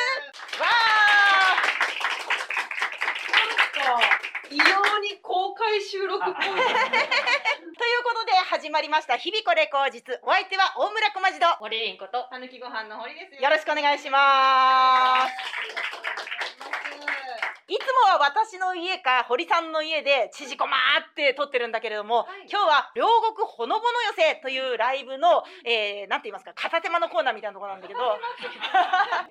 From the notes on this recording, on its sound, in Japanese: ほのぼの寄席 より 公開収録トーク。